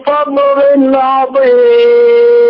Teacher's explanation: تنوين كسر جاء بعده العين، حكم التجويد إظهار حلقي، ثم لا يخفى ما في الوقف على الميم من عظيم من ثلاثة العارض للسكون.